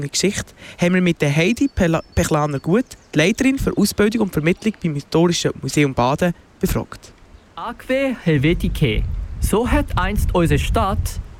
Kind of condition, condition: setting, outdoors